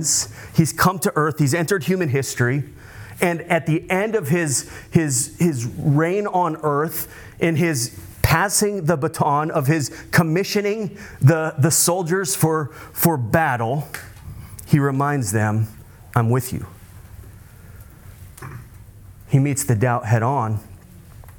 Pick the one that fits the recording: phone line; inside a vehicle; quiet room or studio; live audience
live audience